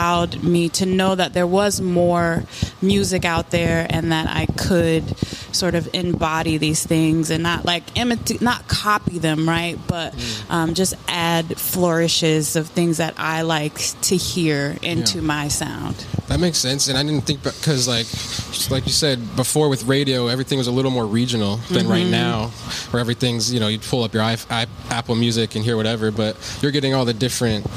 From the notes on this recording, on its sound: Recorded at Thunder Canyon Brewery.